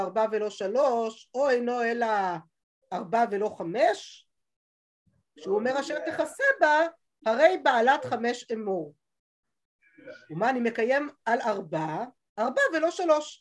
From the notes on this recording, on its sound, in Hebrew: השיעור הועבר והוקלט בזום.